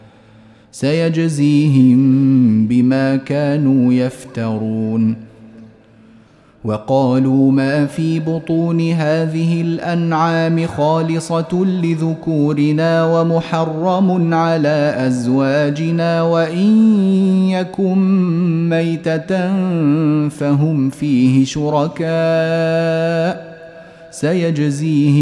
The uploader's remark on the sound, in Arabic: تسجيل مجمع من صلاة التراويح - مسجد السلام بجدة